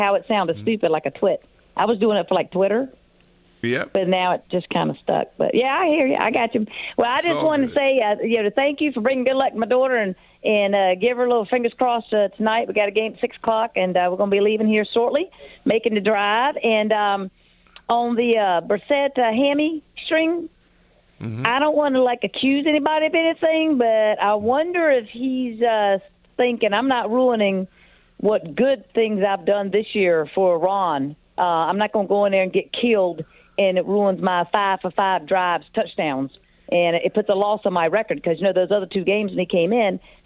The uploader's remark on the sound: Turns to the phones to hear what Commanders fans are rooting for right now.